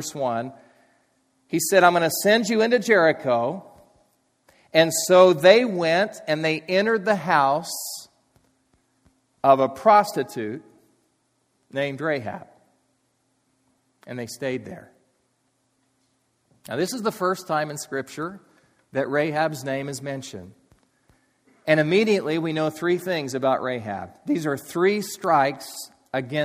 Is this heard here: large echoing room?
yes